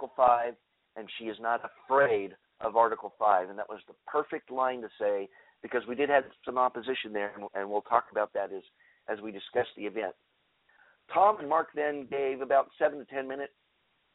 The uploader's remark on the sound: Today's episode will be open phone lines. We'll open up for phone calls right away.